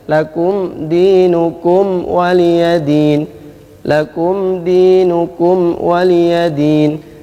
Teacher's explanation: Mim sukun bertemu selain dua huruf tersebut maka dibaca izhar syafawi. Izhar artinya jelas, mimnya jelas tanpa ada dengung. Syafawi adalah keluar dari dua bibir. Maka mimnya jelas. · Term: izhar asy-syafawi